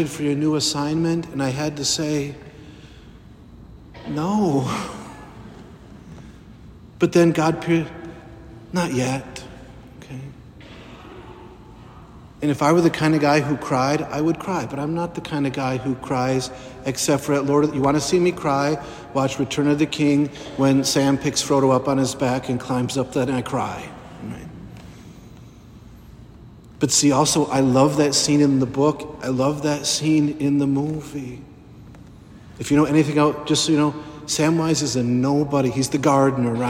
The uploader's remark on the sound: The sermon preached at the Holy Thursday Mass of the Lord's Supper